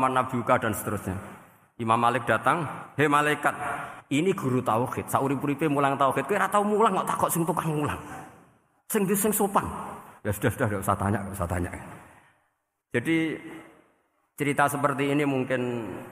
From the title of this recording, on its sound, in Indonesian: Darusan Umum Pengajian Pitulasan Masjid Al-Aqsa Menara Kudus, 18 Mei 2020